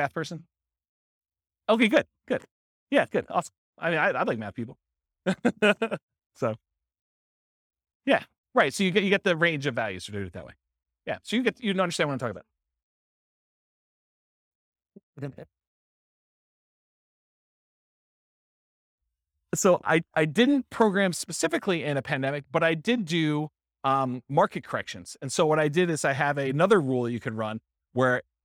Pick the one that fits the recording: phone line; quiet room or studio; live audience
live audience